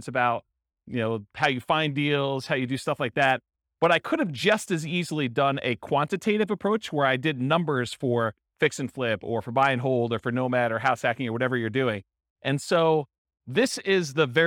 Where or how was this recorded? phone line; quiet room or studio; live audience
live audience